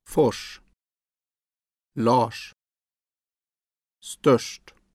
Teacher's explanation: RS is like SH in English rush, but with lip rounding.